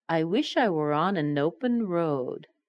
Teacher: the N in open and the R in road get connected